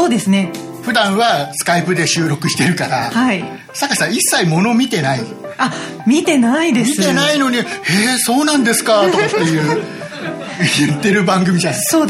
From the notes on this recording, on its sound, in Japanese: 公開収録イベントPodcastock2014。6月7日に行われて公開収録イベントの模様と裏話。